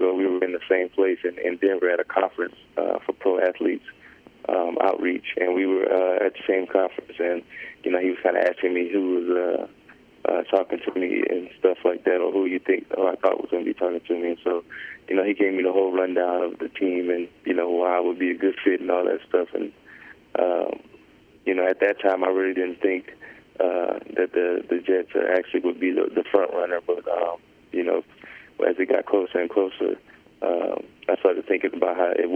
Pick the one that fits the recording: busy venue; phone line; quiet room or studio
phone line